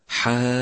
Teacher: احرص على صفة الشدة لحرف الجيم في كلمة حاجك، وإياك أن يجري معه الصوت